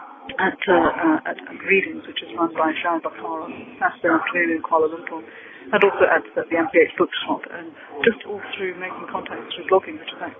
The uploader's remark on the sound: I check out the live phoneblogging platform Ipadio. With some live phoneblogs on my mobile phone.